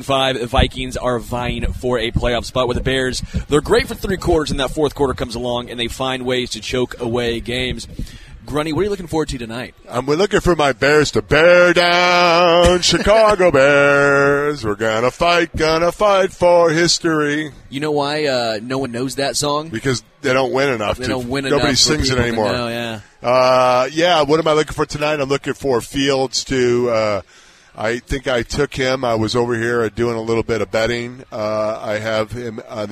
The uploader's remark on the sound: LIVE from Hollywood Casino!